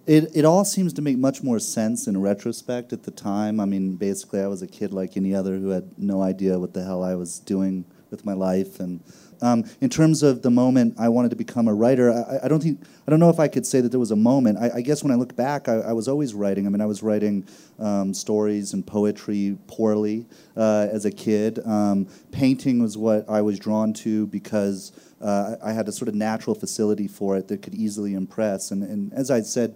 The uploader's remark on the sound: The interview, from the Aspen Ideas Festival, took place before the show’s third season in 2015.